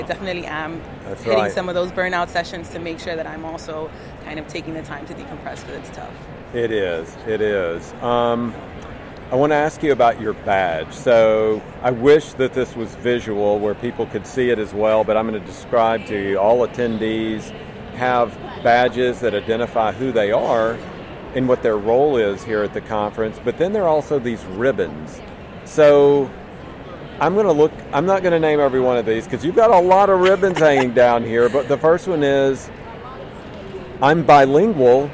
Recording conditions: busy venue